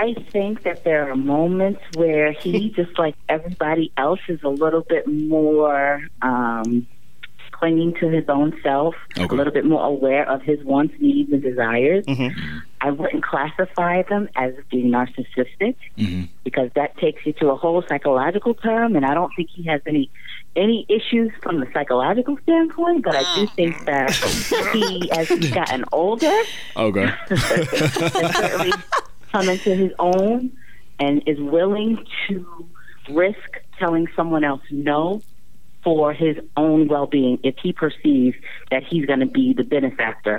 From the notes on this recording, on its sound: two interesting phone calls